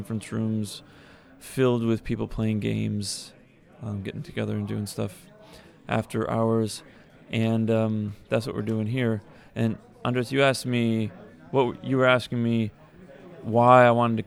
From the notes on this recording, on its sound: Recorded straight from Essen Spiel 2016.